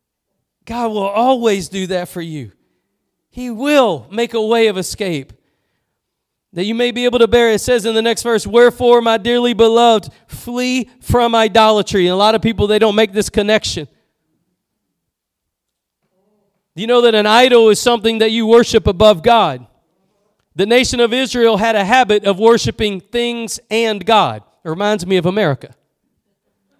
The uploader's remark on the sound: Preached at Gospel Lighthouse in Bossier City, La.